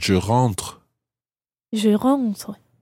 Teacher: when you say je rentre, it's almost just like a little breath at the end